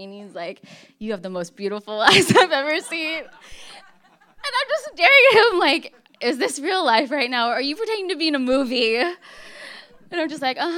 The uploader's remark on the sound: For Detours' second live storytelling event.